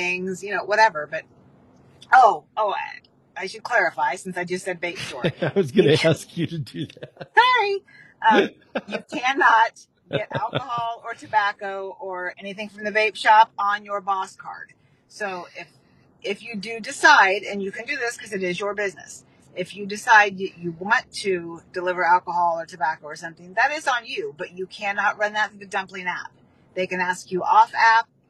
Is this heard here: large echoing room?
no